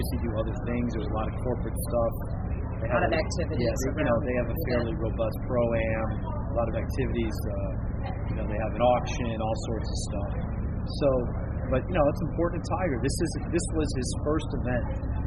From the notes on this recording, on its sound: Reporting live from the Hero World Challenge at Albany Golf Club in the Bahamas